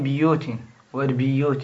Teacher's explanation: وفي بيوت والبيوت الباء قرأها بالكسر حيث جاء. وفي بيوت والبيوت والبيوت الباء معناها البيوت سواء كانت معرفة أو منكرة باؤها اكسروها.